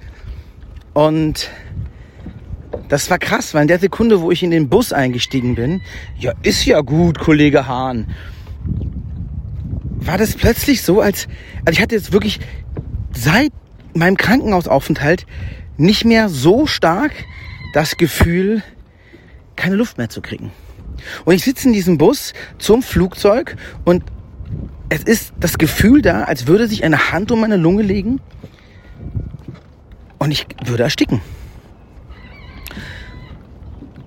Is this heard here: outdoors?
yes